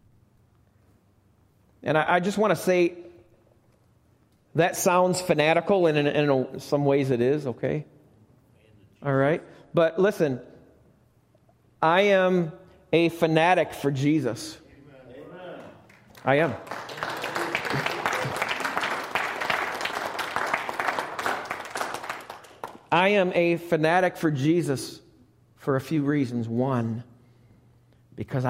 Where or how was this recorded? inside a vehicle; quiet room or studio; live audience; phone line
live audience